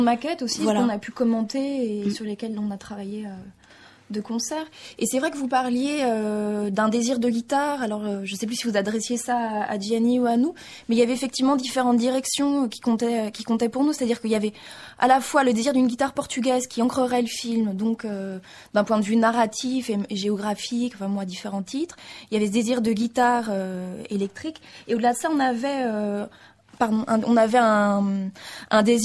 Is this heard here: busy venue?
no